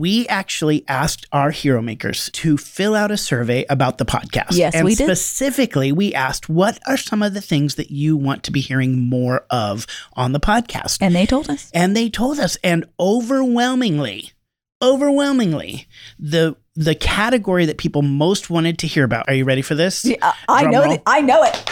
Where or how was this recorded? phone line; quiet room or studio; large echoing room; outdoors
quiet room or studio